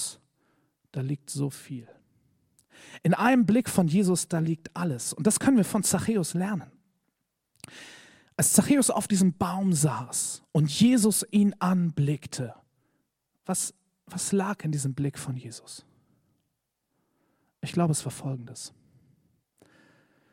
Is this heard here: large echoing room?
yes